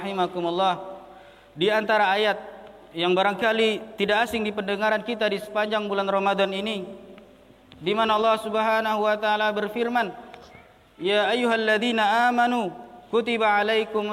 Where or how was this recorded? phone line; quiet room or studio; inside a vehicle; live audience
live audience